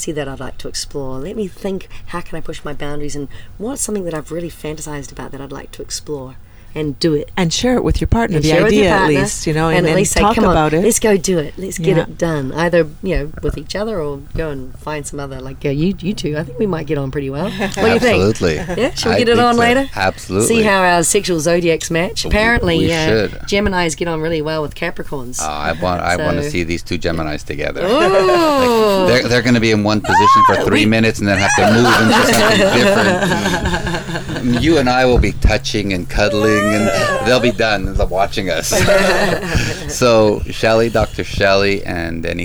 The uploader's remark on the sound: Join us on location from the SDC Cuban Cruise.